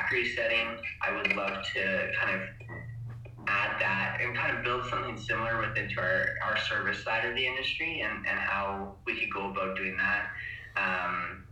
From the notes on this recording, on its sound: recording was hard to do